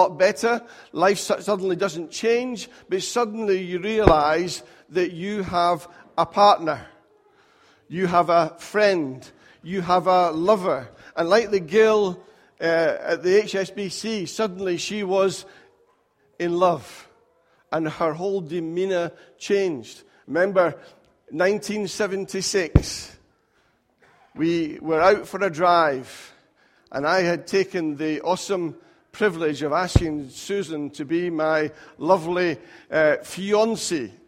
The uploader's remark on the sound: Recorded at freedomcentre church, Preston on Sunday 1st April 2018